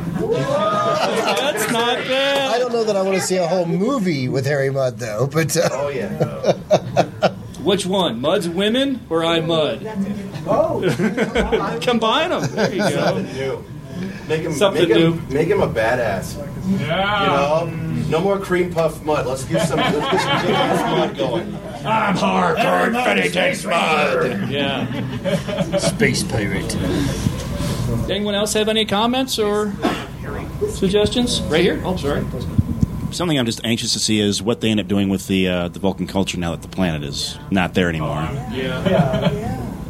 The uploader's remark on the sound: Panel discussion from Denver Starfest, 2010. A very old podcast recording.